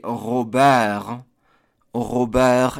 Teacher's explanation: For example, the name Robert, E-R-T in French, would be Robert, Robert, and you completely ignore that last T